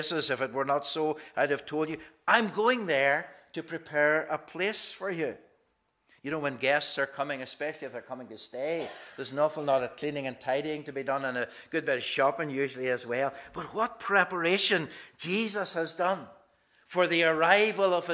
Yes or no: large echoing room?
yes